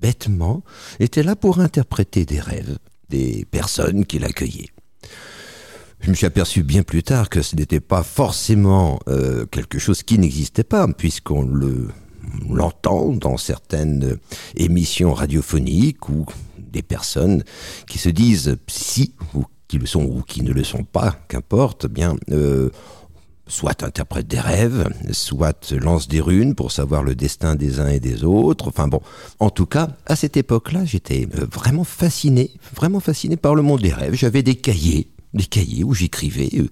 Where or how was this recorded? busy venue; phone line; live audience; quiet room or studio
quiet room or studio